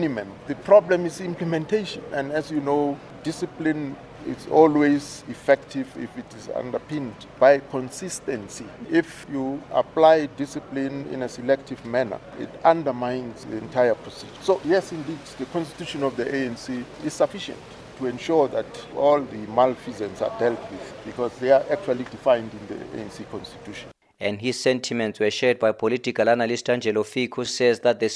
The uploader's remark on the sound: speaking to the media on the sidelines of the Party's 6th National Policy Conference underway at Nasrec south of Johannesburg